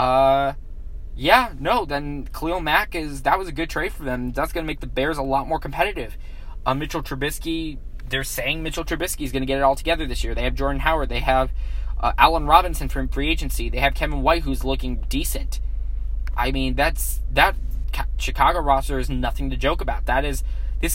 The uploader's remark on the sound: Filmed live in his car